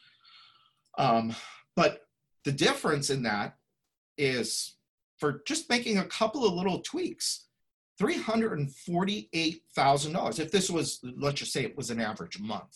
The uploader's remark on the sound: Listen to this replay of the LIVE webinar